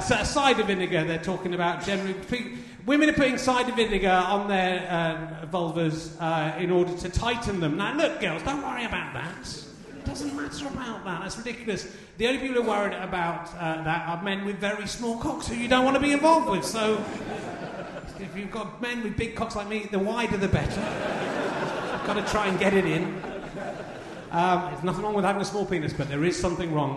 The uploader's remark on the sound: RHLSTP Edinburgh 2019. Played live in front of and then involving the audience.